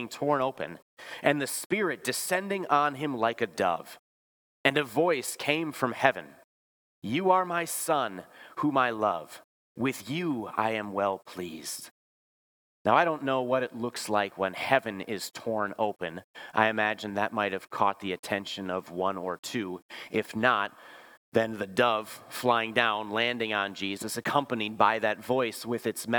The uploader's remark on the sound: Bethany, Appleton, WI. Preached this sermon at Bethany's Sunday worship on January 7, 2023.